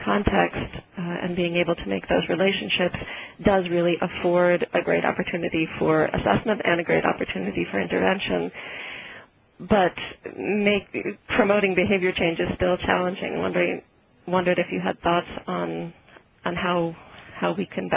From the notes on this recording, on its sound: May 2009 Author in the Room® Teleconference.